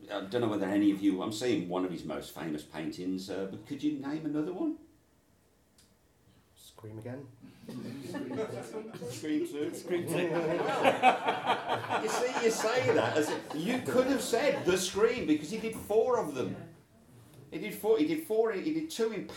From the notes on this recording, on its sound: Recorded at Wygston's House in Leicester on Sunday 12th February 2023, as part of the Leicester Comedy Festival.